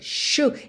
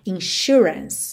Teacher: esse S aí vai ter um som de X, certo, ou de SH